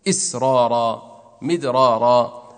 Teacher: لم ترقق الأولى وإن كان قبلها كسرة لأجل الراء التي بعدها